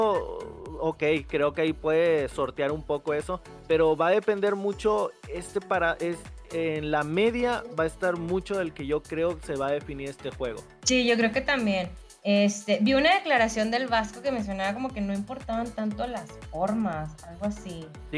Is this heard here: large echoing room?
no